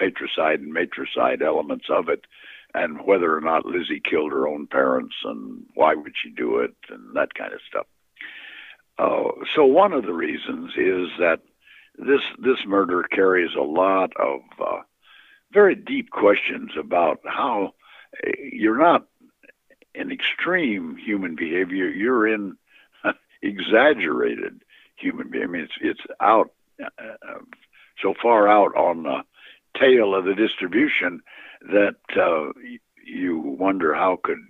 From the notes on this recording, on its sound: phone interview